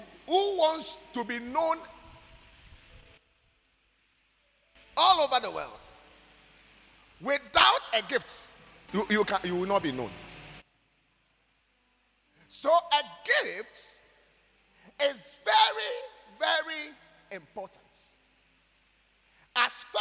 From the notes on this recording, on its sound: preached at God's Haven Ministries, The Purpose Assembly on Sunday 16th April, 2023.